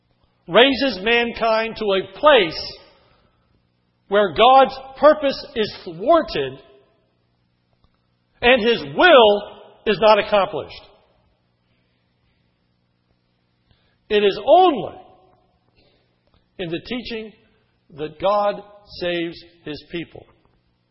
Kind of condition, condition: setting, large echoing room